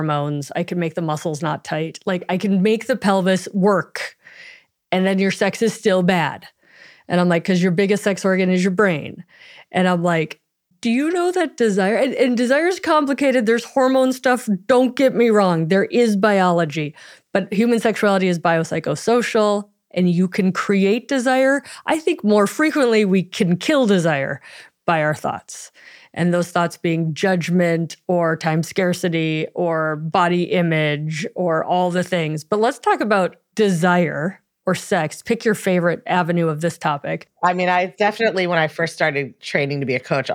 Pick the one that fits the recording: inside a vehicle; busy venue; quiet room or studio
quiet room or studio